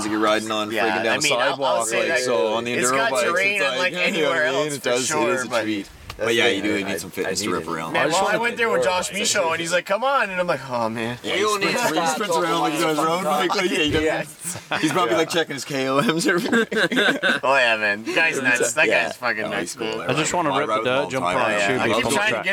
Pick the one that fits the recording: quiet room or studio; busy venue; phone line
busy venue